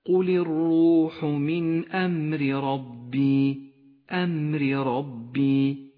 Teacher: لاحظ الفرق في النطق بين الراء المرققة والراء المفخمة في قوله تعالى قل الروح من أمر ربي الراء الأولى مرققة لأنها مكسورة والراء الثانية مفخمة لأنها مفتوحة